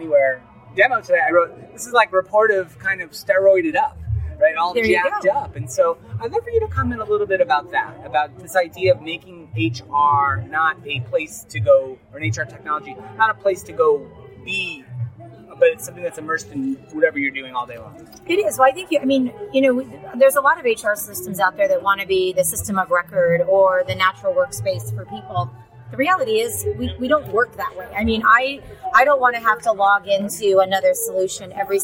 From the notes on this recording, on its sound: LIVE From Ceridian Analyst Day in Hollywood. Recorded LIVE from the Ceridian Analyst Day in Hollywood, California.